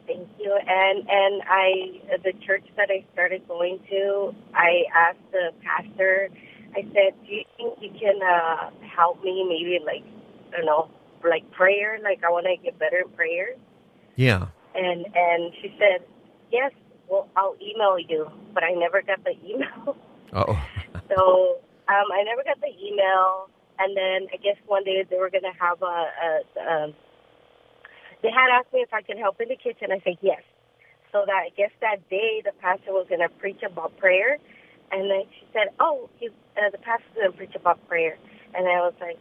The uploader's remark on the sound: Open Phone Friday